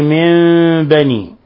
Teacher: حيث قلبنا النون الساكنة عند الباء ميما مخفى · Term: إقلاب